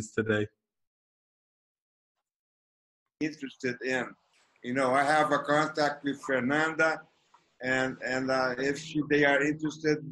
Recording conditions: video call